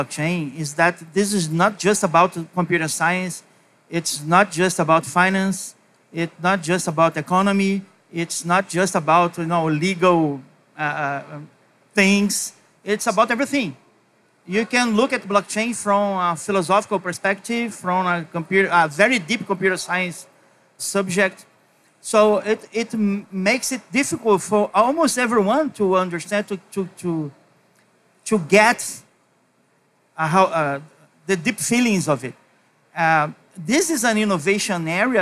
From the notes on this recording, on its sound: a live onstage panel as part of Blockchain Rio, on our very own Blockchain Insider stage!